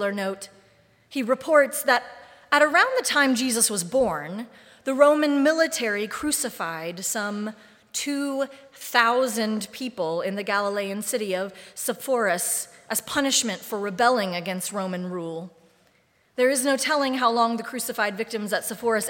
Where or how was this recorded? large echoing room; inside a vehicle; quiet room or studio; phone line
large echoing room